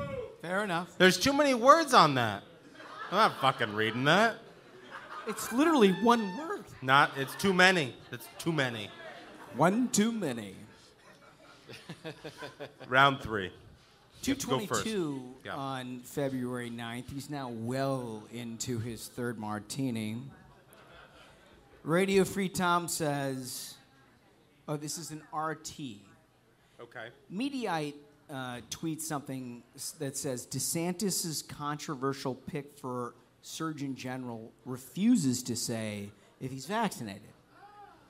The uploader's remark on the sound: The variety progrum hosts a live show for sold out audience in DC!